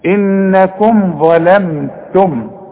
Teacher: الاول هفخم الظ ولازم اطلع لساني فيها، لكن اللام والميم وبقيه الكلمه ارققها. ظلمتم، اوعى تقول لي ظلمتم، ظلم ظلم لا ظلم، إنكم ظلمتم، والتاء والميم مرققين.